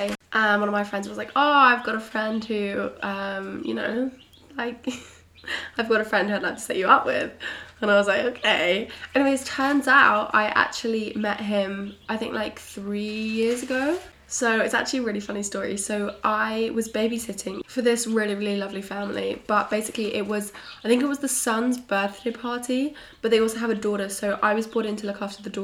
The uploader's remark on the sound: I am so sorry about the sound of the chicks in the background!!